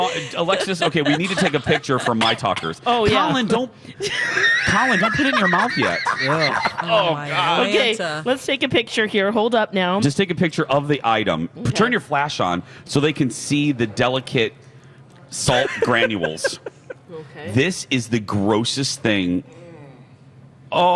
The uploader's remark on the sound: broadcast live from the AC Hotel for the Superbowl